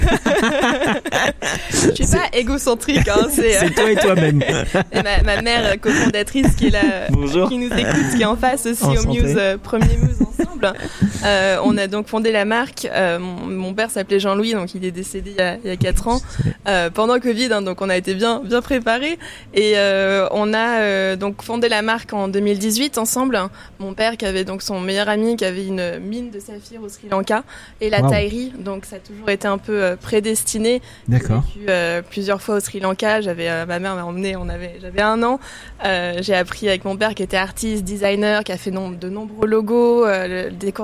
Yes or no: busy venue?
yes